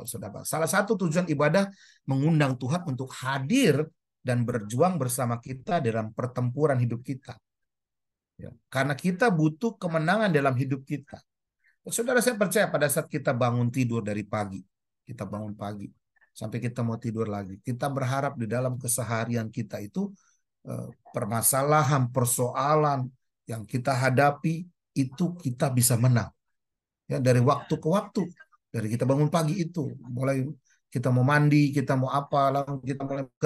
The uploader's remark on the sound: Audio Zoominar